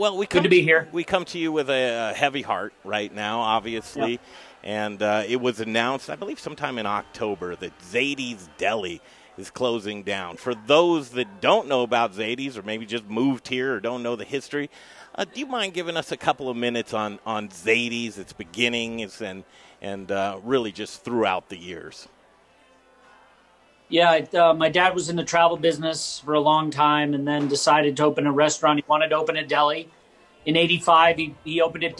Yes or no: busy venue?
yes